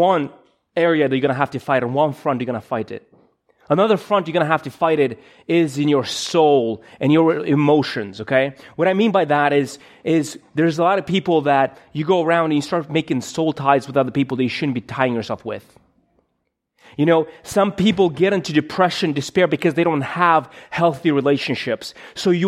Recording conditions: large echoing room